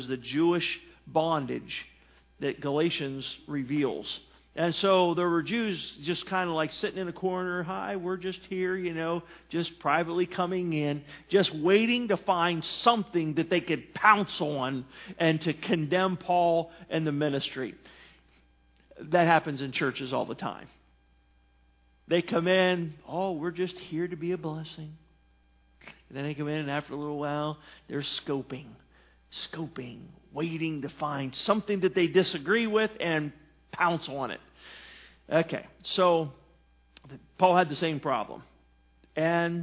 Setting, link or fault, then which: setting, large echoing room